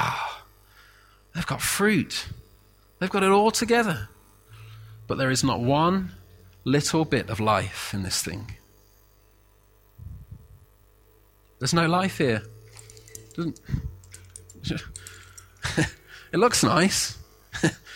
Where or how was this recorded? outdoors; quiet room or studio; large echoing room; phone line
large echoing room